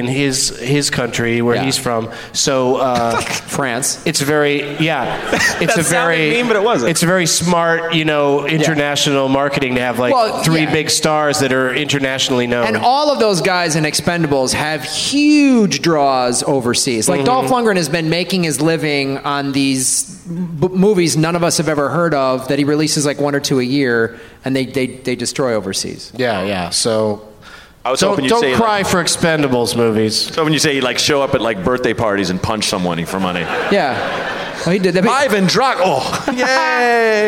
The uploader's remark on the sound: Live from The Woman's Club of Minneapolis